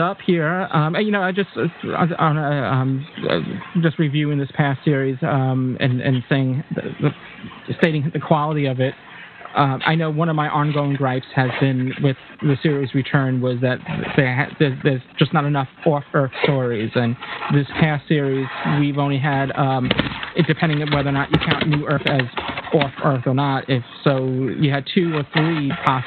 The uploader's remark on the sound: Live Roundtable Episode. With live listener feedback. Recorded live on the net via TalkShoe.